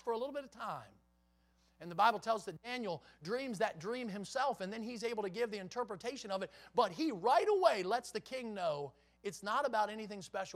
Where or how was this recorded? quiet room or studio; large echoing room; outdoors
large echoing room